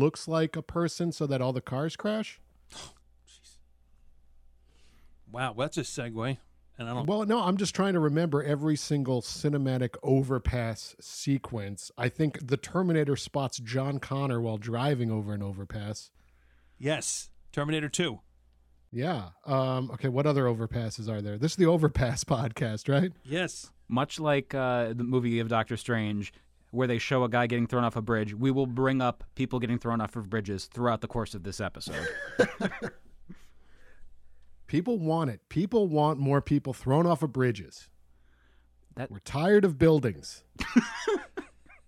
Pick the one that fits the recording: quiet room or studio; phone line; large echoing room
quiet room or studio